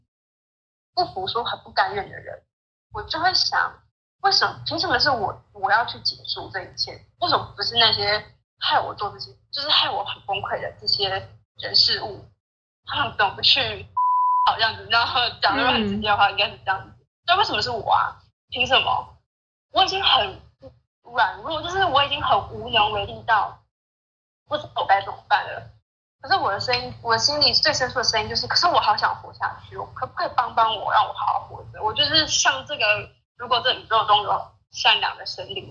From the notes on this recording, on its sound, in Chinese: 來和我一起在線上聊聊他自己。是用遠端錄音的方式來訪談，這樣我也和各位聽眾一樣，和來賓沒見過面、只能從聲音去認識她，也因此，收音上會有一些瑕疵，希望聽眾們包涵。